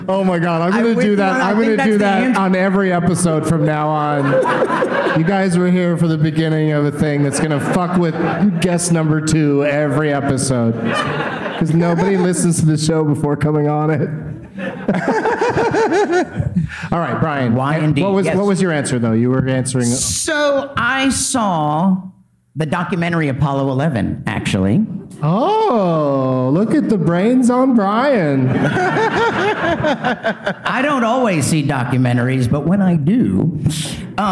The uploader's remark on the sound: Live from Goodnights Comedy Club in Raleigh